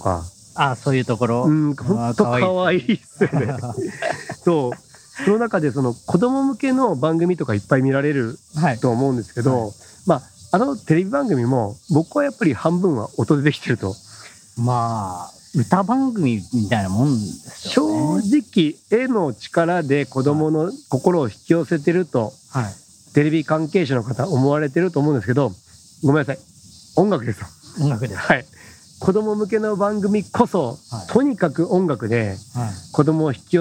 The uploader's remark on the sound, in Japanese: 屋外収録編